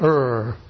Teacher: rr is a consonant, but there's no frication because the gap is wide enough · Term: approximants